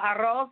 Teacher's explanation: I'm rolling both R's